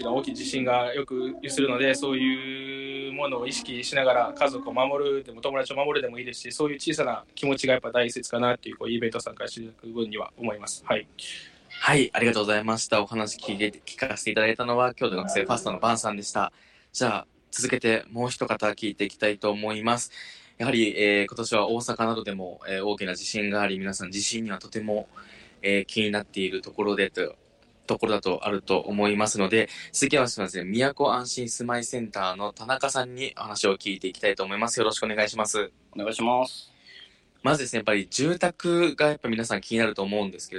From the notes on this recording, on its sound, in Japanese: 北区総合防災訓練in 大将軍小学校 10:30~10:45 現場中継